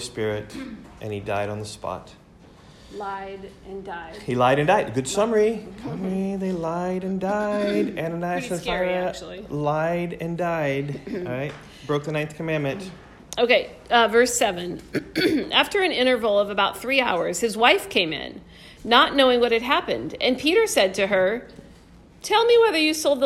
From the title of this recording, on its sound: recorded in class